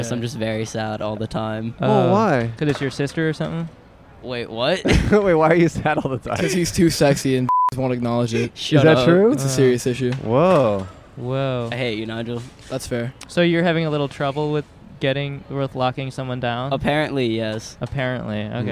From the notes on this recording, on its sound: Recorded on Palm Avenue in Downtown Burbank, CA.